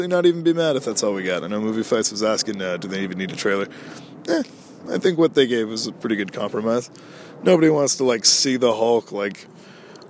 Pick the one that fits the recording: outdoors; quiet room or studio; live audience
outdoors